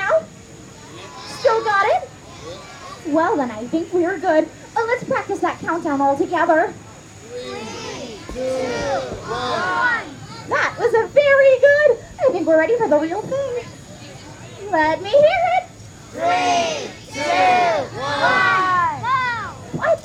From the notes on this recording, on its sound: I’m playing you sounds of Halloween from all over the country. This is more like a Halloween mix tape featuring recordings from shows and walkthroughs. Magic and Mirth at the Birdcage Theatre. Castle Dark Opening Ceremony. Oogie Boogie Bash. Los Angeles Haunted Hayride.